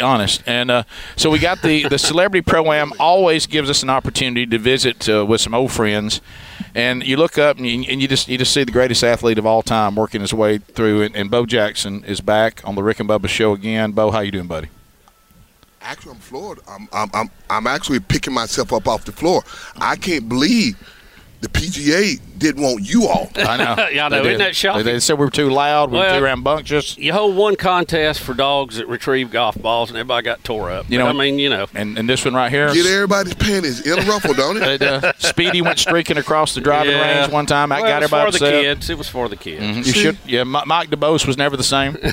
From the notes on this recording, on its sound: We are live from the Regions Tradition at Shoal Creek and the Celebrity Pro-Am.